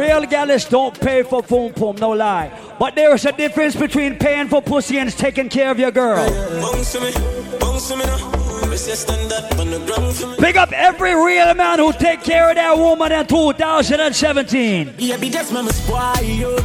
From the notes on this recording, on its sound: LIVE AT HENNESSY FRIDAYS AT BLVD IN NYC ON FEB 17th